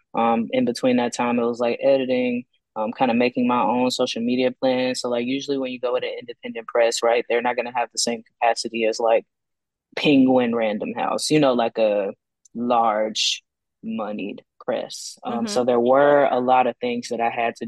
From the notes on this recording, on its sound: This podcast was recorded via Zoom.